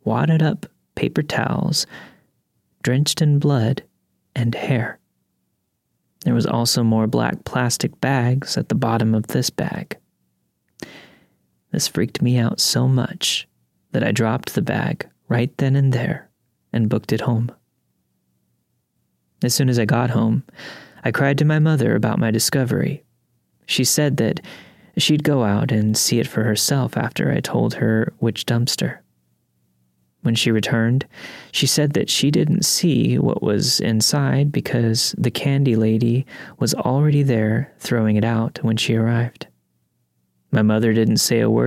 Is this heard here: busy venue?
no